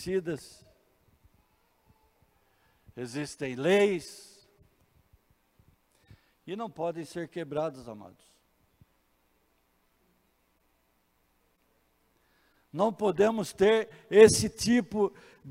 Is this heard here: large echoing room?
yes